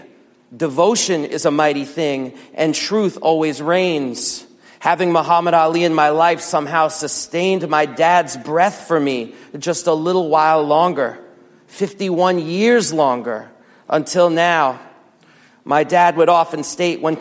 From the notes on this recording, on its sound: as delivered to Plymouth Congregational Church in DC